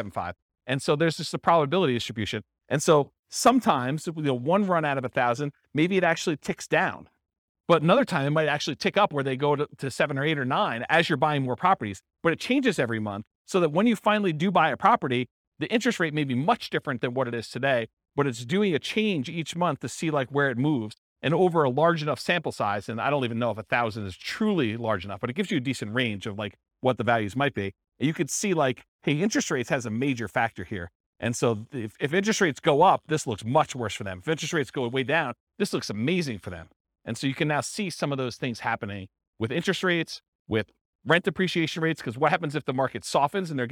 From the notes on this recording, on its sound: This was a live class recorded.